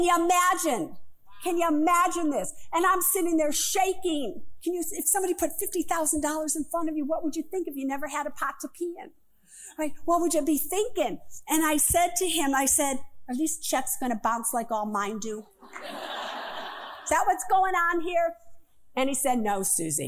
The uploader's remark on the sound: Live From The Apollo Theater